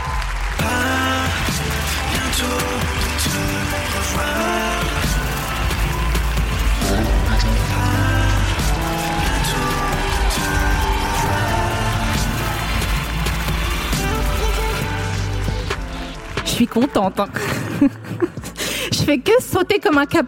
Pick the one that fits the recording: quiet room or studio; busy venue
busy venue